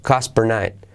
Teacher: La T de cost, por eso se me dificulta decirlo, casi no se dice